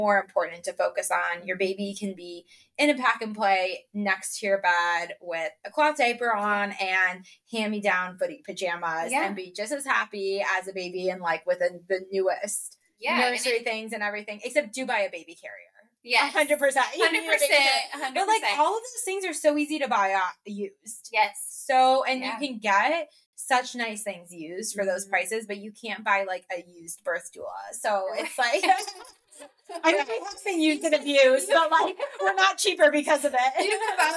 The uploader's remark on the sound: We apologize for the sound quality, SOMEONE aka. Forgot to plug in the microphone that makes us sound good...